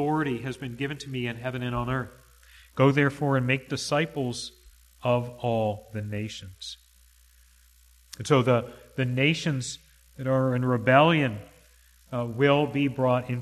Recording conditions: large echoing room